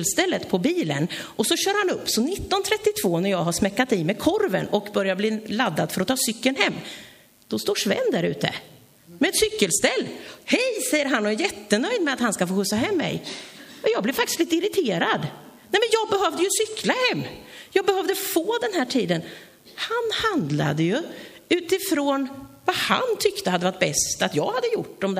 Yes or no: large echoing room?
yes